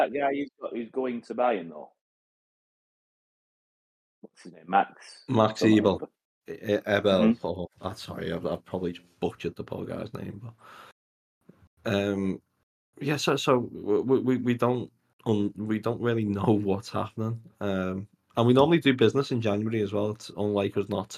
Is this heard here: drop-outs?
yes